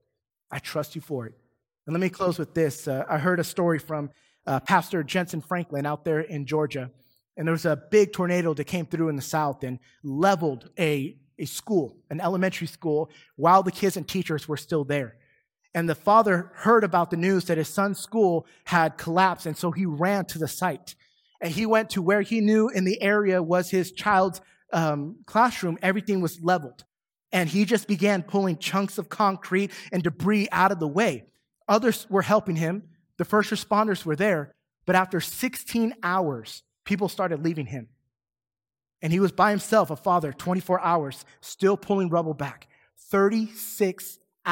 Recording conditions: large echoing room